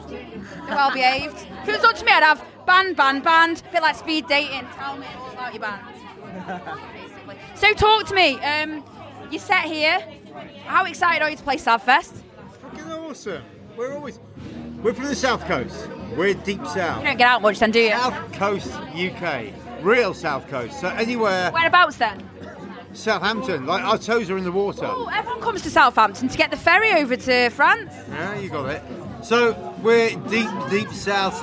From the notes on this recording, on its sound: Took refuge under the cover of the covered outdoor stage at Sav Fest. After getting absolutely drenched interviewing outside I took refuge under the cover of the covered outdoor stage at Sav Fest. We even had a full crowd Sing -a-long in the quiz to thank them for keeping the noise levels down a bit so I could interview.